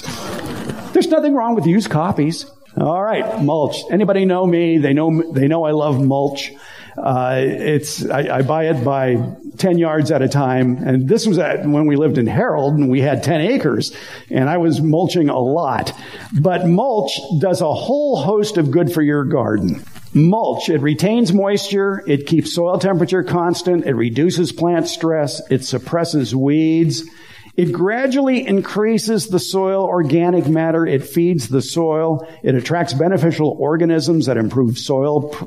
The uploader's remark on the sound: Recorded last week in front of a live audience at a meeting of the Sun City/Lincoln Hills (CA) garden club. Included a Power Point presentation.